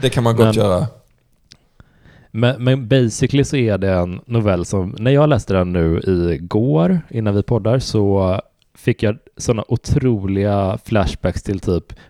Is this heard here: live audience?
no